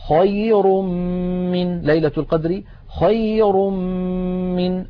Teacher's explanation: انتقلنا من الراء المضمومة إلى الميم التي بعدها، فتحول التنوين إلى ميم ثم أدغمت الميم في الميم